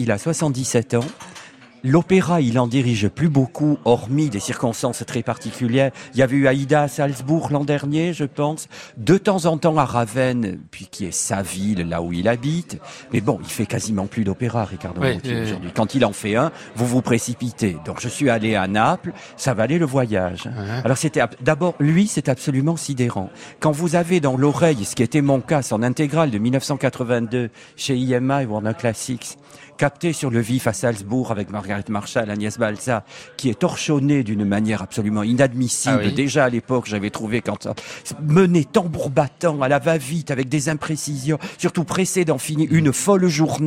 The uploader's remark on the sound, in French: En direct et en public depuis l'Hôtel Bedford.